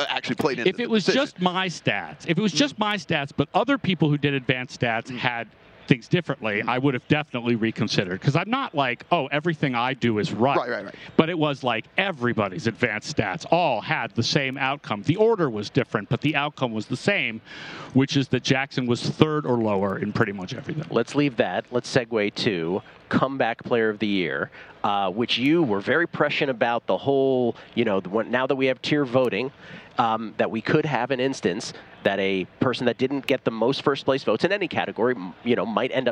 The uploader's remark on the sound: Broadcasting live from media row.